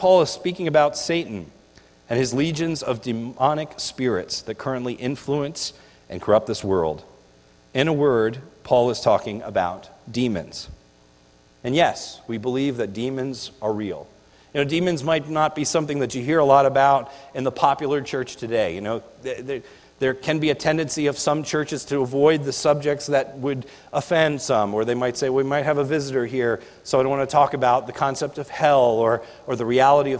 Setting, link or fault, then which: setting, large echoing room